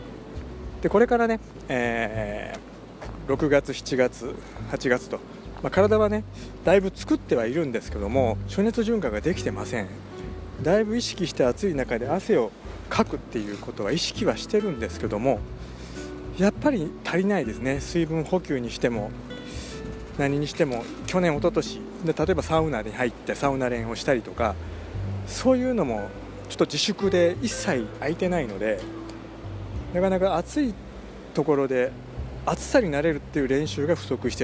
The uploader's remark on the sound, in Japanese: 雑音じゃないよ鴨川だよ。電気屋さんのついでに京都にvibram KSOを買いにきました。